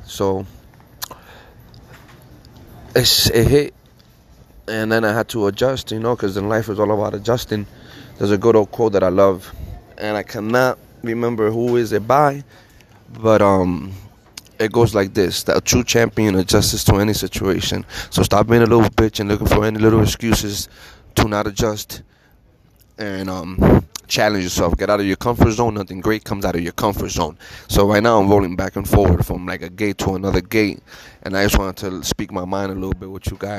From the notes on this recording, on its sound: Live from Tucson international airport